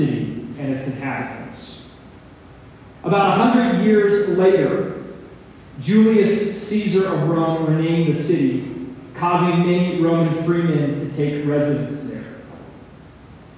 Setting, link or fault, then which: fault, poor sound quality